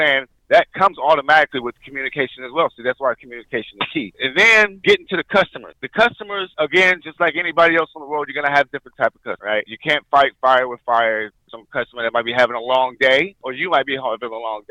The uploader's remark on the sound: phone call